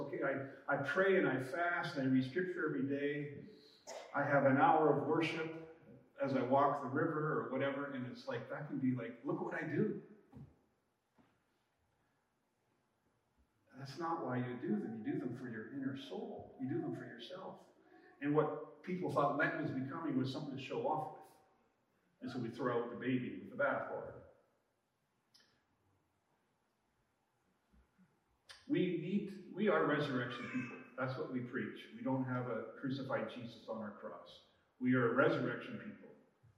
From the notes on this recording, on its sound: We ran into some trouble with our live recording, so our audio isn’t as crisp as we aim for.